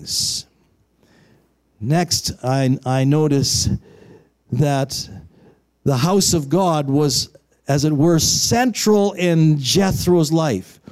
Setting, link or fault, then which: setting, large echoing room